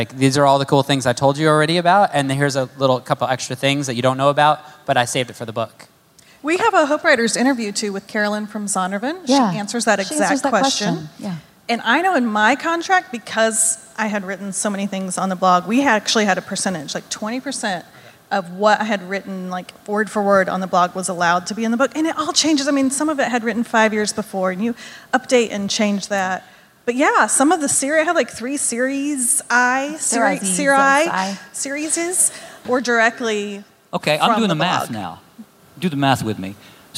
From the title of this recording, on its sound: Live from the H*W Workshop